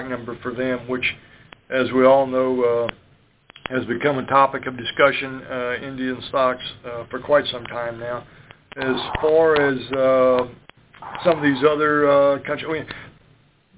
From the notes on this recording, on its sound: Monthly Conference Call On Cotton.